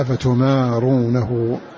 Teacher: والباقون قرأوا بالمد ضم التاء وفتح الميم وألف بعدها